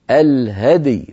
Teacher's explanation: فنقلقل الدال وبسرعة ننتقل إلى ياء ساكنة بعدها